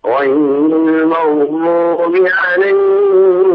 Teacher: عليهم يعني لم يحقق الحروف ويميزها. المغضوب قرأ الضاد ضاء مشالة غير المغضوب، وهذا خطأ.